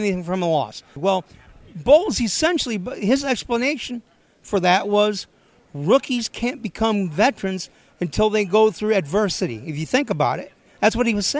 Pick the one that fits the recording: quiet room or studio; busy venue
busy venue